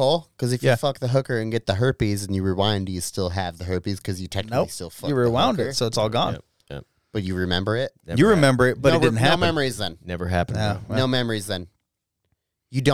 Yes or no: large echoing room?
no